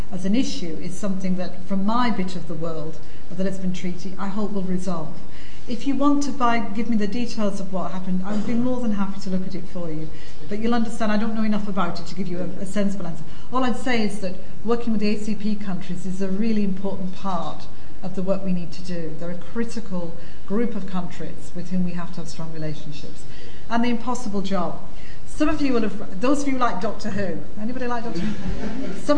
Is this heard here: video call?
no